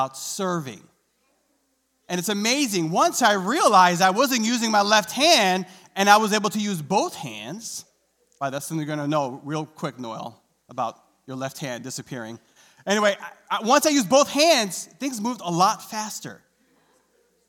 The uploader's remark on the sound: recorded live on February 20th, 2022 at Newark United Pentecostal Church